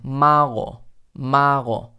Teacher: No llego a cerrar del todo la glotis como mago, go, a, sino mago.